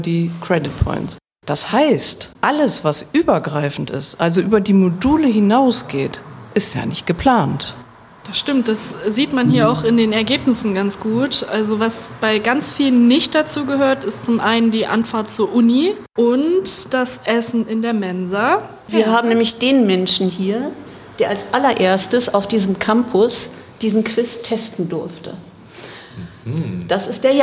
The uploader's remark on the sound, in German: Sonderfolge unseres Podcasts, die wir live auf dem Campus in Vechta aufgenommen haben.